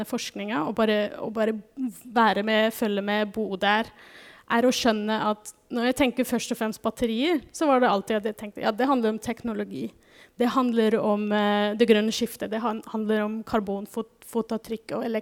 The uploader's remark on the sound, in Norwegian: Denne podkastepisoden er en live-innspilling fra Energiseminaret 2023 på NMBU.